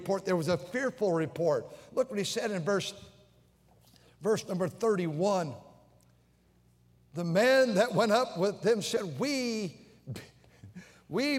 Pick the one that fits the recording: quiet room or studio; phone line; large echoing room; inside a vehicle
large echoing room